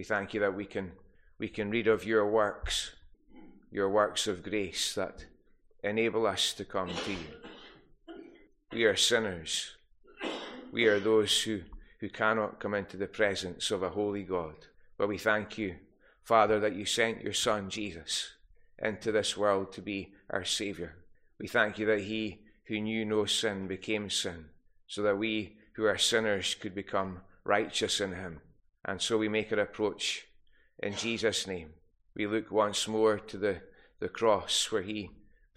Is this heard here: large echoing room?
yes